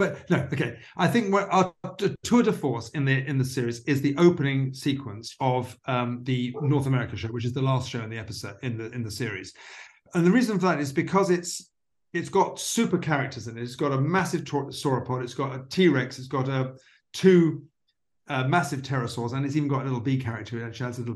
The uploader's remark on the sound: The Cosmic Circus had the opportunity to sit down over Zoom with the show's executive producer.